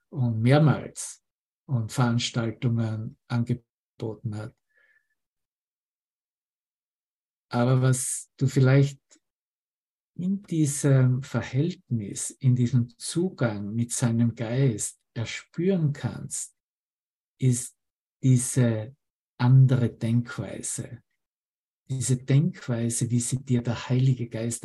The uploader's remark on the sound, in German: Zoom-Session. Veranstaltet von der Aleph Akademie.